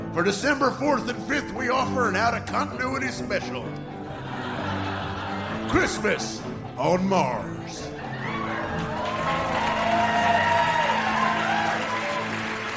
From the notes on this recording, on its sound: Recorded Live 11/6/2010 at Largo, Los Angeles.